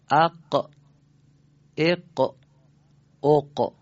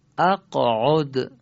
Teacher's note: به این تکان کوچک که باعث میشه قاف واضح‌تر و مشخص‌تر ادا بشه، به این تکان کوچک میگن قلقله. پس قاف ساکن دارای قلقله است.